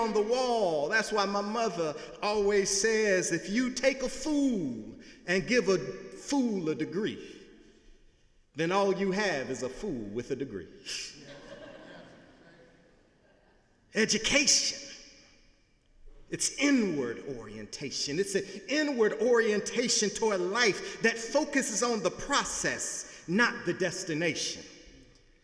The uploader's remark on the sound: Sunday sermon November 5, 2017 in the Memorial Church of Harvard University